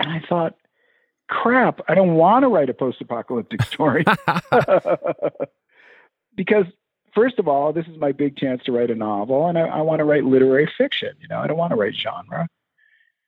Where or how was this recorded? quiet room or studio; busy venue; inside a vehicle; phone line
phone line